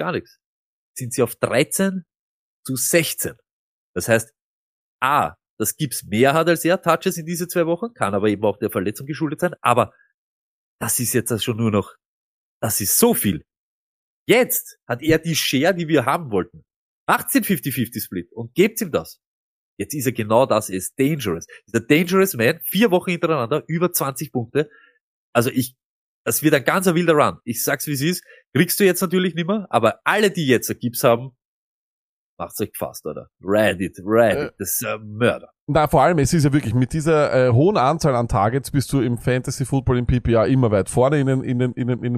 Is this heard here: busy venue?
no